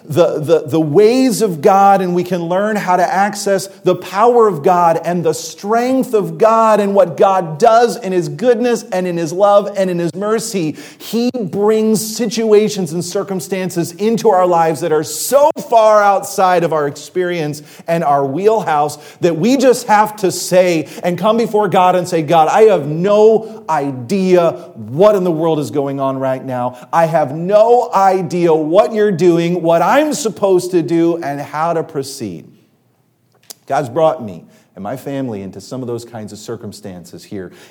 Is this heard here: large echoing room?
yes